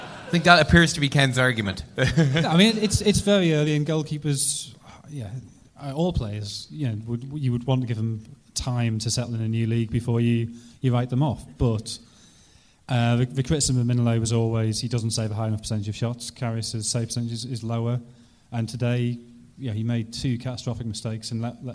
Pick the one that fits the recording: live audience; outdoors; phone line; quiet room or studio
live audience